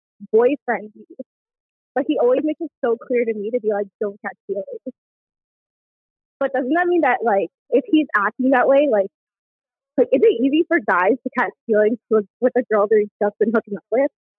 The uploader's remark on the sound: Next there is a listener call in.